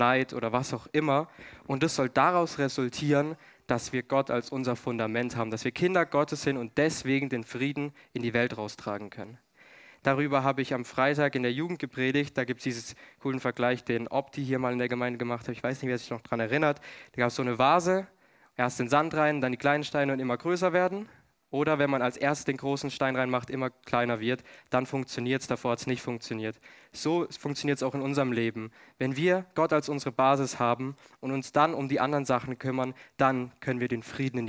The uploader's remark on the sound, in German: 2022 in der Gemeinde Kaleo Schopfheim aufgenommen.